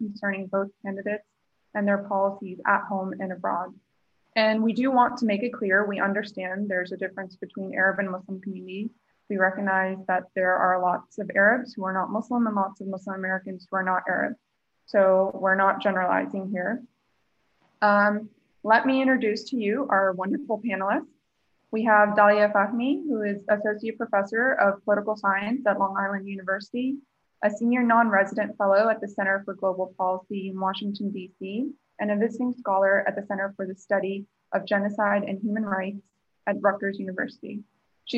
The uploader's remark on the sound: The New Arab Webinar Series